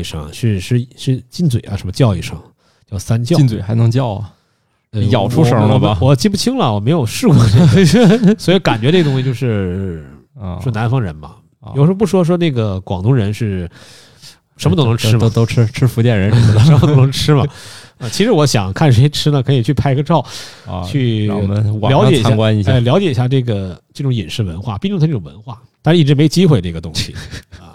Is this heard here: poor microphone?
no